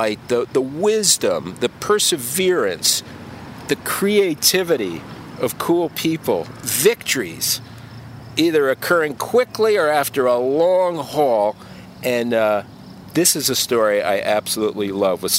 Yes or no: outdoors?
yes